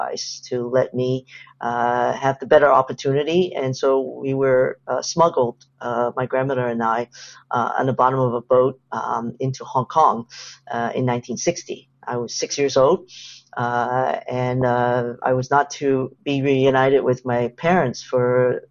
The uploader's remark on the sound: This program was recorded via video conference on June 22nd, 2022 by the Commonwealth Club of California.